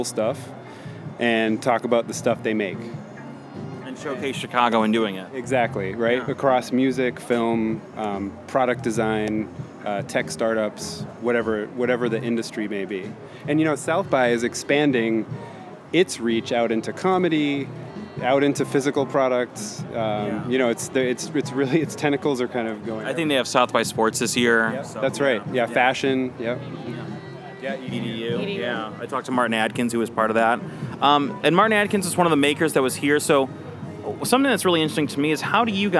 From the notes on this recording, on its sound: Recorded at SXSW 2016 on Monday, March 14th